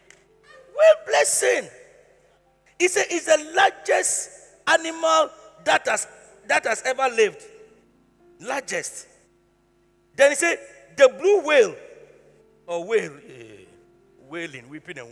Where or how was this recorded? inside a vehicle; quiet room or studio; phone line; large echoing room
large echoing room